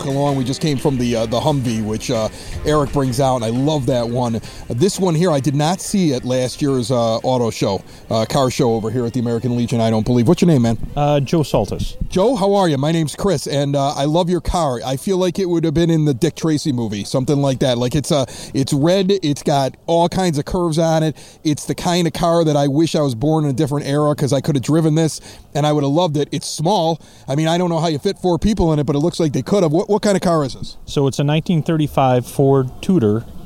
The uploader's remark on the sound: We recorded this "30 Minutes of Good" from Evergreen Park's Picnic In the Park on Thursday in Klein (Circle) Park and at The American Legion Car Show on Saturday. Many folks enjoying summer in the EP!